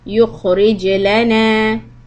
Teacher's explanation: When you say يخرج ج، keep the جيم bouncing قلقلة